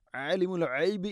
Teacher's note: ആലിമുൽ ഗൈബി ഗൈന് തൊണ്ടയുടെ മുഗൾ ഭാഗമാണ്.